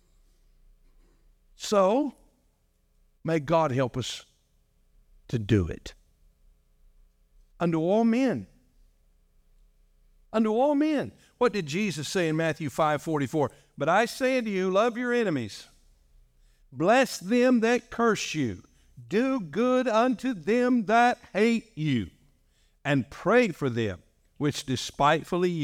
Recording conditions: large echoing room